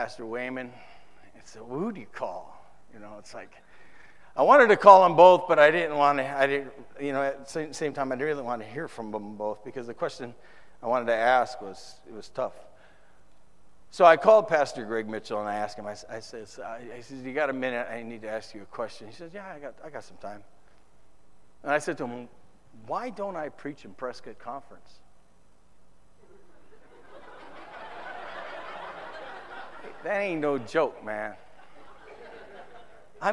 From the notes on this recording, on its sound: Preached in the 2013 San Antonio TX Conference